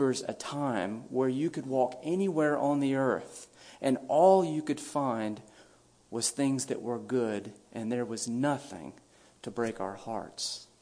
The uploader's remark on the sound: A brief message delivered at a memorial service.